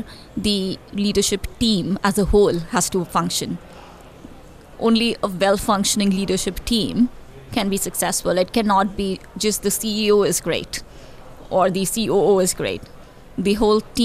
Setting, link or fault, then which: setting, busy venue